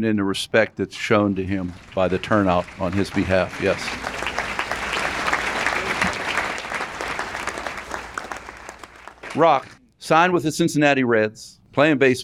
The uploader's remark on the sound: Circle of Achievement Celebration. This episode was recorded July 27, 2018 at Shadow Lakes Country Club, Aliquippa, Pennsylvania.